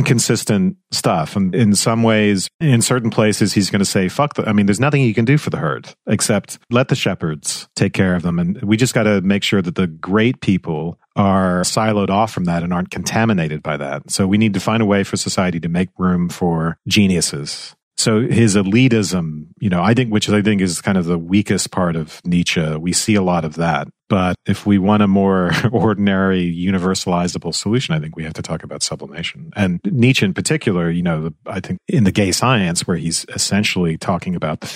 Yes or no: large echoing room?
no